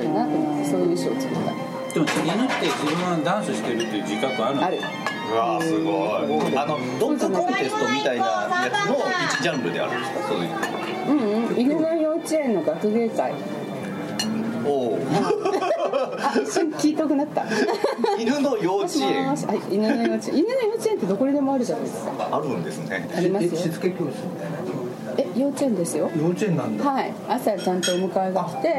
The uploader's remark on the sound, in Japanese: 店内BGMなどのノイズがガッツリです。お聞き苦しいかもしれませんがご容赦下さい。